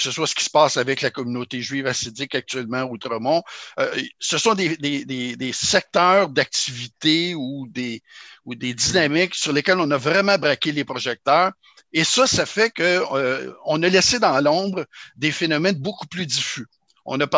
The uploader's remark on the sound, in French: a eu lieu en ligne le 27 janvier 2021